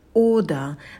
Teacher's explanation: на звуке «д», кончик языка идет на альвеолы